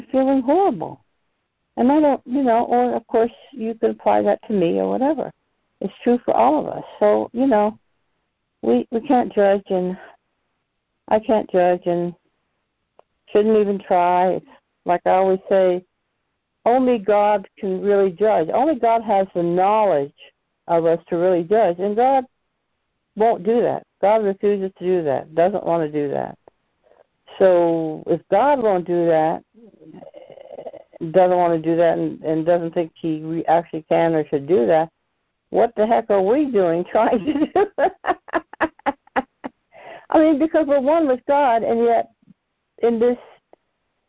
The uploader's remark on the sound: ACIM Daily Conference Call